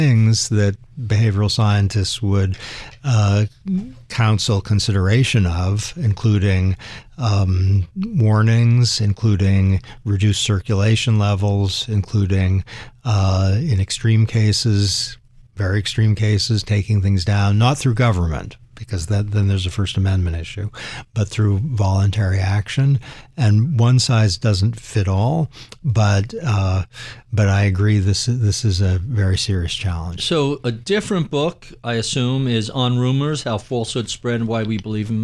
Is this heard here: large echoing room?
no